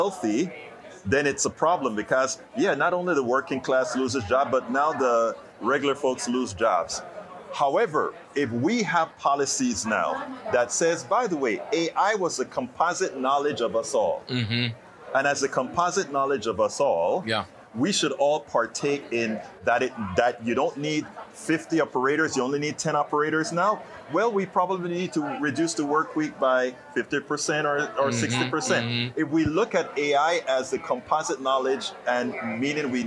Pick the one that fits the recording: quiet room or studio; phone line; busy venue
busy venue